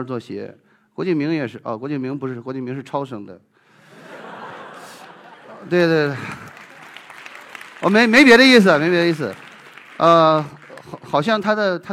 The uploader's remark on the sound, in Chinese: 一席现场